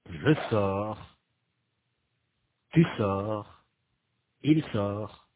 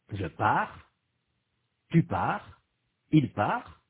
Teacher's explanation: du point de vue de la prononciation, les trois personnes du singulier sont identiques